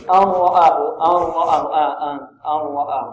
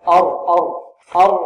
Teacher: تصير النون راء خالصة، ليس فيها رائحة النون وليس فيها غنى · Shown in: second take · Term: إدغام بغير غنة